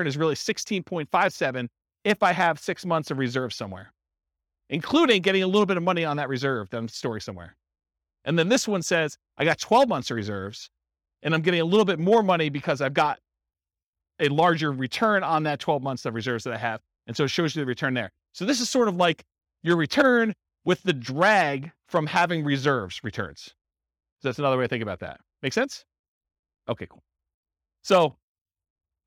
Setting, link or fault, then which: setting, live audience